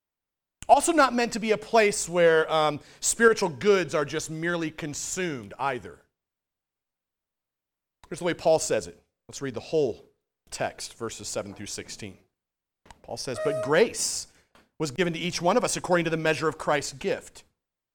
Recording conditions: large echoing room